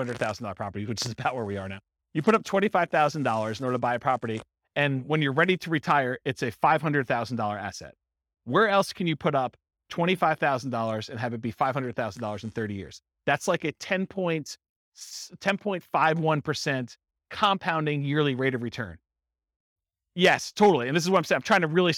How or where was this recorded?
live audience